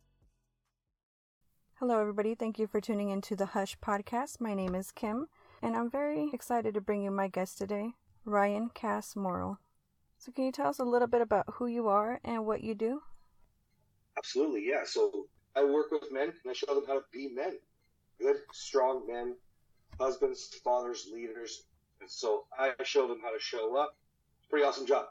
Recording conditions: poor sound quality